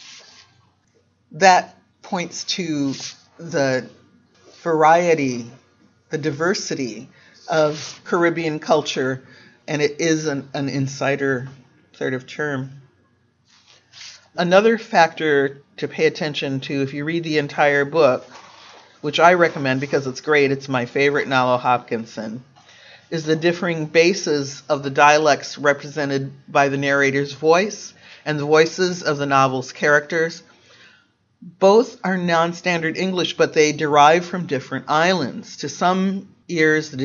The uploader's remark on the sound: Excerpt from the lecture. At Odyssey in the summer of 2019 on dialect and representation.